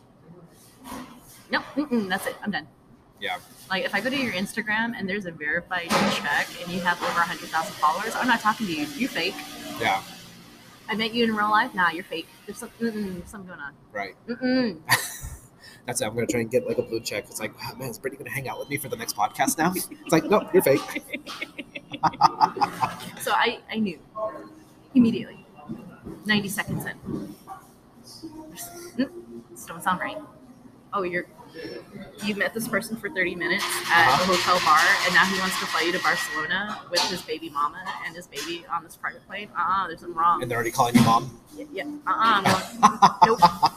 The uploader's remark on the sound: I sit down IN starbucks (pardon the noise).